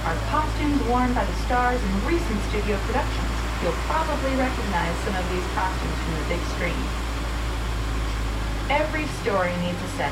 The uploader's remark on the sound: Live in Disney World. We add in some audio from the Disney Hollywood Studios Backlot Tour just recorded a couple days ago.